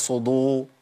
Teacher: بفخم الدال وبصل بيها الى اطباق الصاد